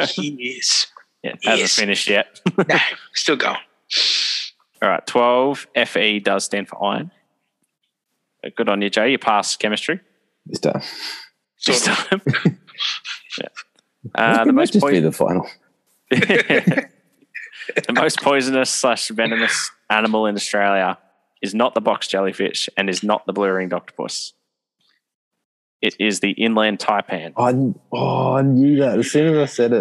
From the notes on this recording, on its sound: we decided to try and do this episode over Zoom